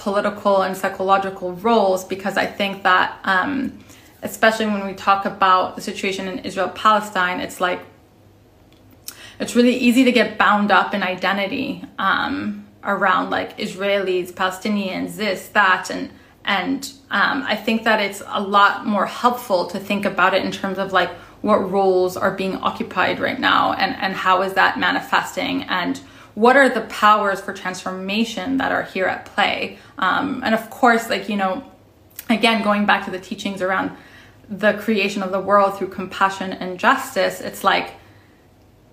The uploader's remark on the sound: Originally appeared as an Instagram Live on June 13, 2021